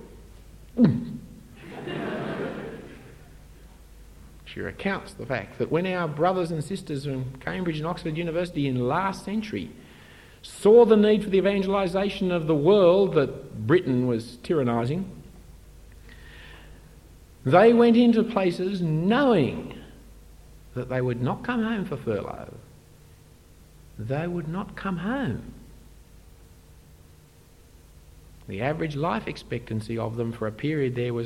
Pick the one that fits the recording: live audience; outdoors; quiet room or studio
live audience